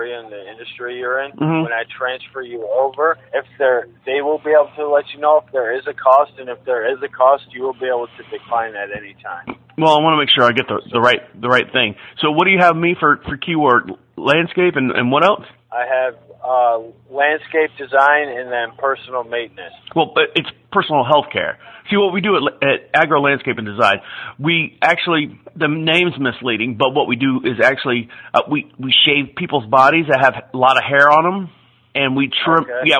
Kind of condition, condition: link, phone line